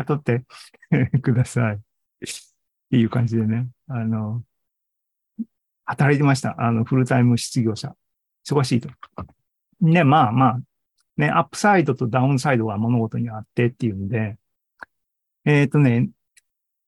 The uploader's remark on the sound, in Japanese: ２０２３年６月２４日に開催した ZOOMライブの模様です